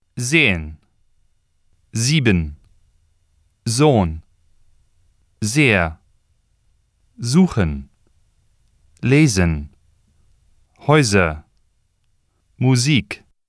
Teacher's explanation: The consonant S. When the letter S precedes a vowel or appears between two vowels, it is voiced or pronounced like the English Z.